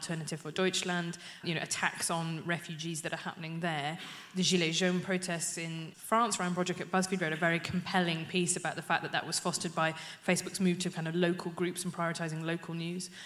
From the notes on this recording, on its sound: New Statesman Podcast Live. On the live podcast panel.